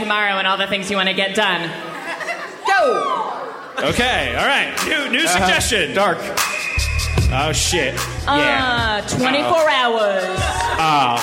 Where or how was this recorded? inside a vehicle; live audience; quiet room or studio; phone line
live audience